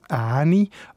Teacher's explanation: In den meisten schweizerdeutschen Dialekten hat das Wort einen langen Vokal bekommen